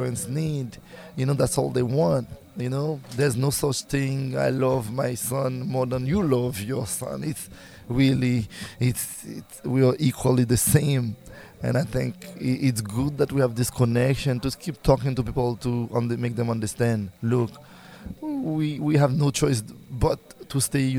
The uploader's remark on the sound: As part of the Millpond.Live series of concerts. Recorded backstage at Millpond.Live in Easthampton, MA.